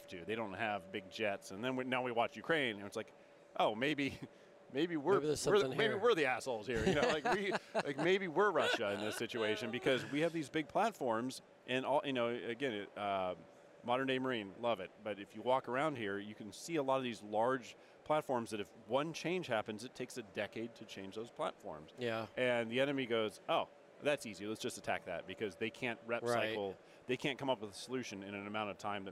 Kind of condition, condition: setting, busy venue